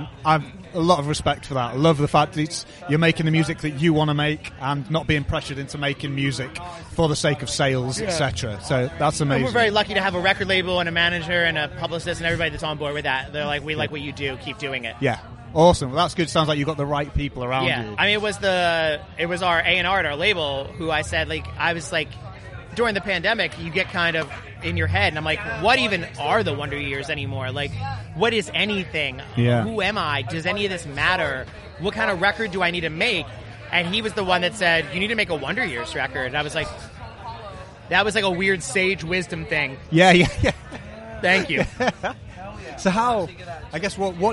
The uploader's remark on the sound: episodes recorded at Slam Dunk 2022